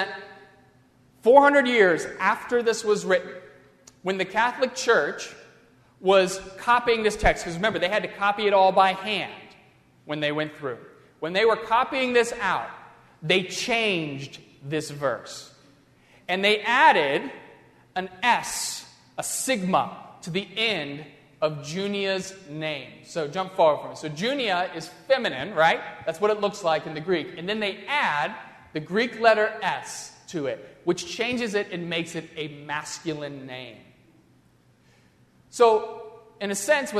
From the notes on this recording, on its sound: during the Crossroads service (9:30 am) on Sunday May 8, 2016, at First Presbyterian Church of Arlington Heights, Illinois.